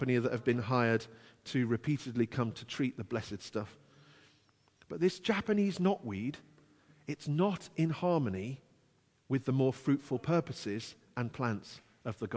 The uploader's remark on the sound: Christ Church, Bayston Hill (UK)